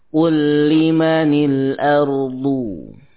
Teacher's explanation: kata kul bertemu dengan lam kul liman ya diidghamkan kepada lam yang kedua